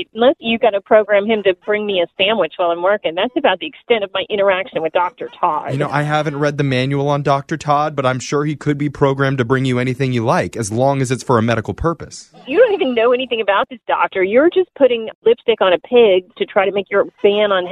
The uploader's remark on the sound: Phone Tap